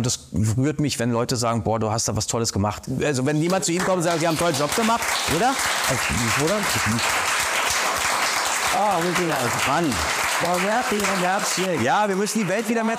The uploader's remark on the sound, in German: Zum Live-Talk vor Publikum bei Talktime Hessen. Talktime Hessen - Live aus Usingen.